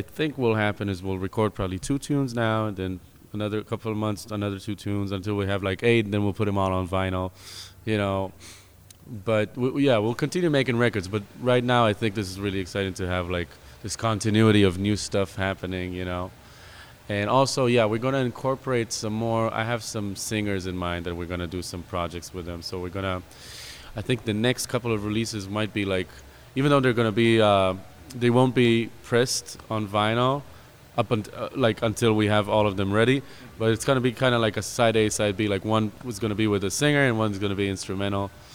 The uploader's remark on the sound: In their show at New City Brewery in Easthampton, part of the Planetary Party series by World Music Collider.